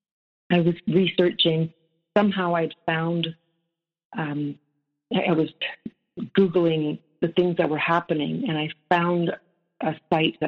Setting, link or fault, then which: link, phone line